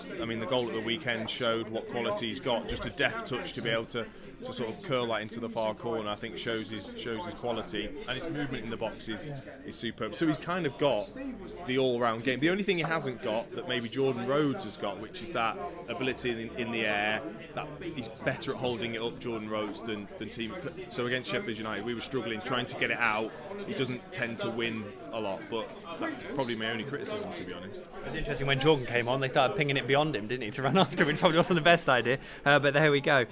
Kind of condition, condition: setting, busy venue